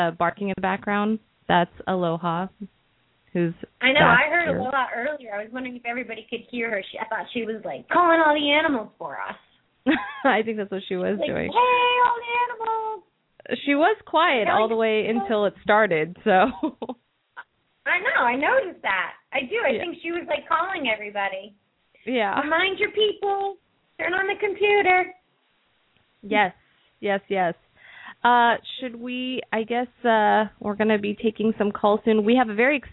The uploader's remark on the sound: Open up the lines for listeners to call.